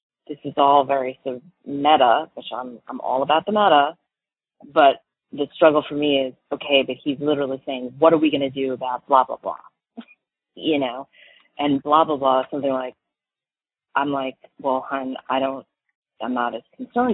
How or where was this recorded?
phone line